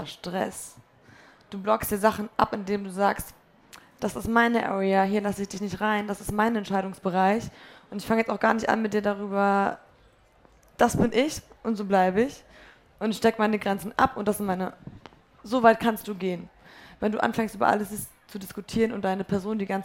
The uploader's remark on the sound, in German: Wir haben uns nämlich kurz nach ihrem Auftritt für diese Folge getroffen – das war quasi ihre Zugabe, auch live vor Publikum.